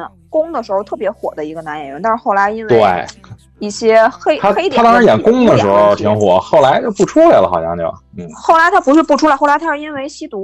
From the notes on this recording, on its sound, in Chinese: 线上录音，音质有限，各位多包涵。